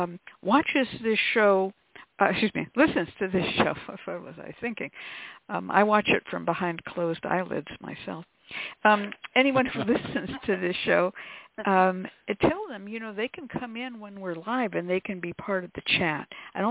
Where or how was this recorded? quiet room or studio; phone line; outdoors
phone line